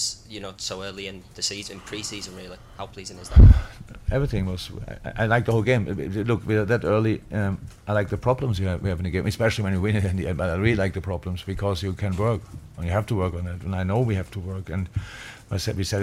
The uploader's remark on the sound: Post-Match Press Conference